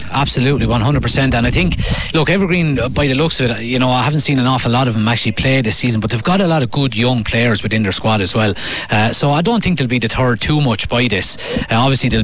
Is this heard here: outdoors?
yes